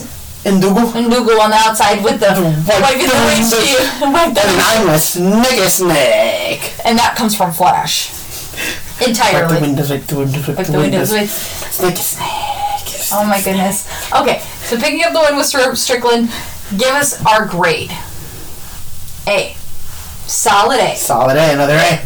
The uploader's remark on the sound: Headphone warning as we are still fixing the kinks